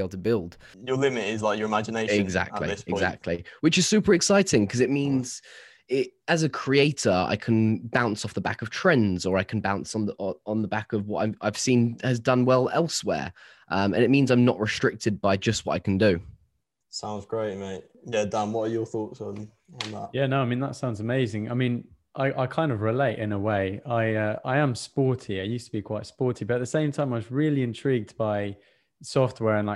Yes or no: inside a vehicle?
no